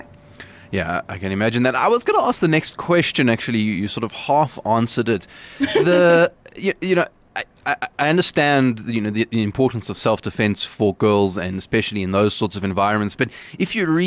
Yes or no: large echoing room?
no